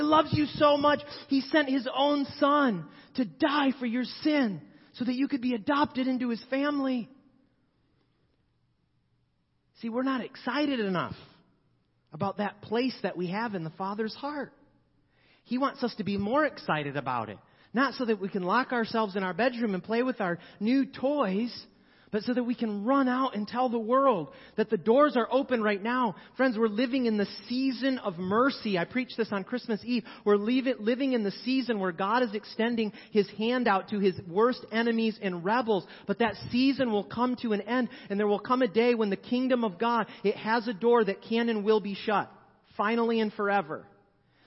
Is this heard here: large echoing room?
yes